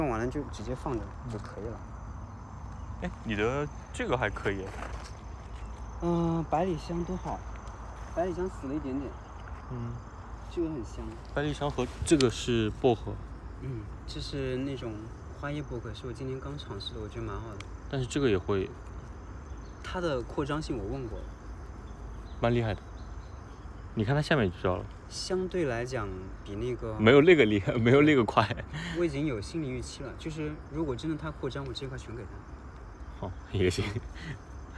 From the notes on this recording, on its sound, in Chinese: 线下干活和散步时的收音闲聊。又一次在花园里一起散步。